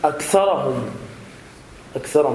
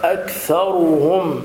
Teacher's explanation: بيان ضمة الراء، بيان ضمة الراء · Shown in: second take